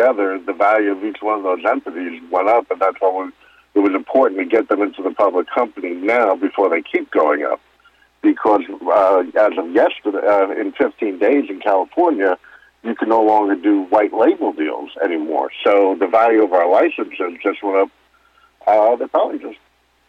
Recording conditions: phone line